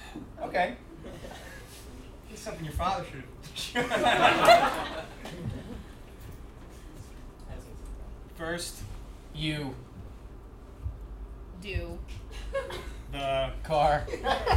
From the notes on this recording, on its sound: answer questions from the audience